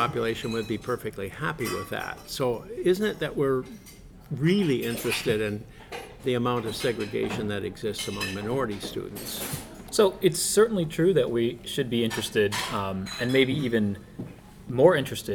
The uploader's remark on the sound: During a break in the National Bureau of Education Research conference in Cambridge, Mass.